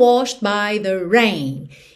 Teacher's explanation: é, ele está escrito aqui nessa forma de passado ou particípio, washed, com ED no final, mas o E não é pronunciado. O D pode aparecer mais, menos ou nada. Nesse caso, não aparece nada, porque a gente já está indo para um by